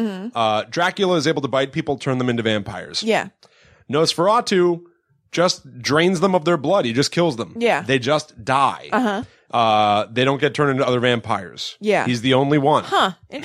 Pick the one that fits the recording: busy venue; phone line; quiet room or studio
quiet room or studio